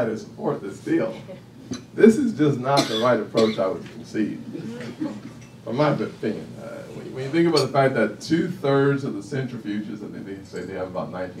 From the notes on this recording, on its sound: WASHINGTON, DC. Appeared before a lunch meeting of The Ripon Society.